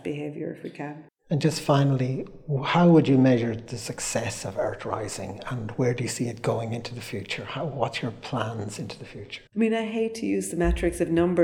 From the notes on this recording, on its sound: This episode was recorded at IMMA during the Earth Rising Festival 2023